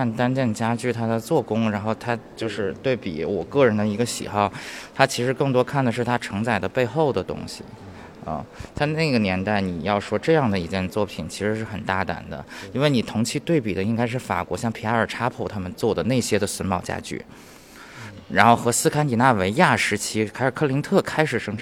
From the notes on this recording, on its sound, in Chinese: 本期节目尝试了一种新的节目录音形态。带着录音机跟嘉宾一起去看展，边看展边录音。在清华大学艺术博物馆四层14号展厅展出。